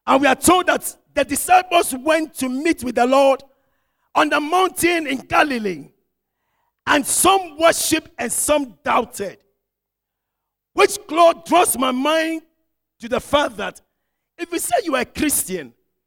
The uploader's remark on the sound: Sermon preached at CBC Shiashie Campus